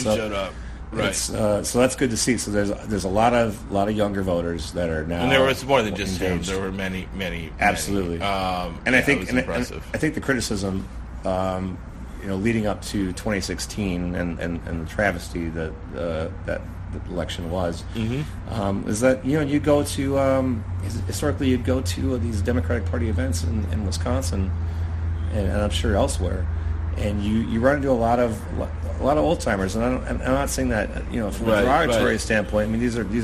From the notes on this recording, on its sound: This week, we come to you from the Wisconsin Democratic Party Convention in Middleton.